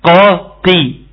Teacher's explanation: درجات التفخيم مختلفة، والكسر مؤثر